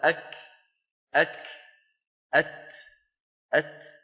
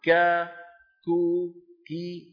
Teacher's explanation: حتى همس الكاف والتاء، لما تقول أنت أك أك أت أت، هذا الهمس في الكاف والتاء في السكون أوضح منه في المتحرك، كا كو كي، هكذا همس الحروف المتحركة أقل وضوحا من الساكنة، وقس عليها بقية الصفات.